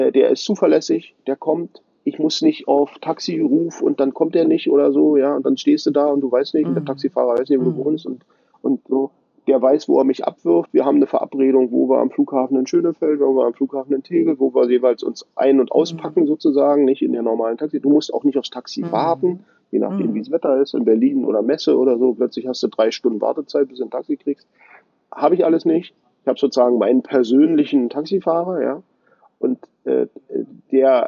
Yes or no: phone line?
yes